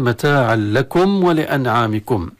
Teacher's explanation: متاعا هي منونة، لكم تبدأ بلام، فالتنوين يدغم في اللام · Term: إدغاما تاما